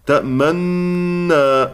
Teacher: هيكون عندي إدغام للنون في النون لكن مع الإشارة إلى ضمة النون، تأمنا، هضم الشفتين إشارة إلى هذا الضم، تمام كده؟